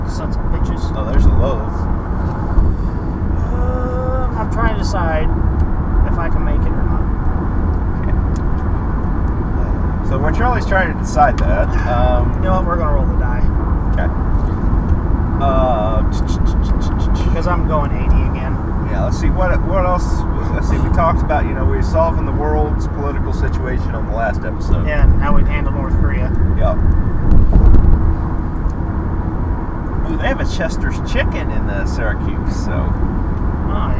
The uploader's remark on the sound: Geekaholics Road Trip Edition #2: Lincoln Brewery Reviews. We run the mic while driving and review our experiences and beers at some Lincoln, NE breweries. Nebraska shit roads are shit so there wasn't much I could do to fix the audio recorded there.